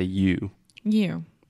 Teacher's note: So we're not saying you, you, but we're really exaggerating the circle that we make with our lips at the end.